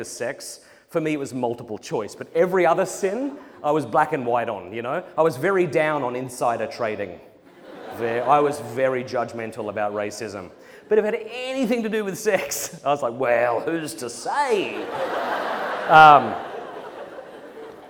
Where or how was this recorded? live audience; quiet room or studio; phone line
live audience